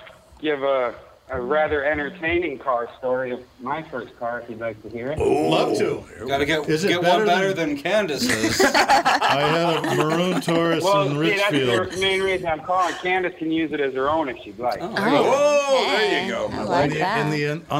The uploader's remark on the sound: Lots of regulars call in to exchange Christmas greetings.